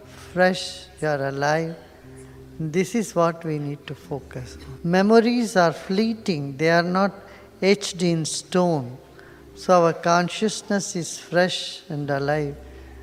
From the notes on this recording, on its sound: Spain. Travelled to Mallorca for the first time, answering questions from the audience during a public talk.